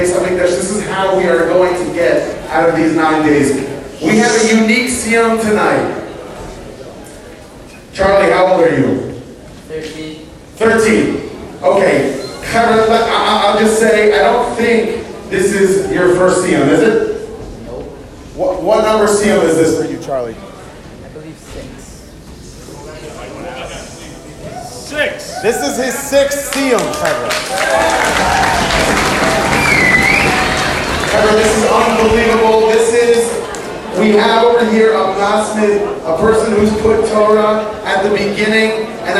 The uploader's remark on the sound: Live from Camp Mesorah!